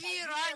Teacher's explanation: А веера, тут нету даже вариантов. Только на «а» ставится. · Term: ударение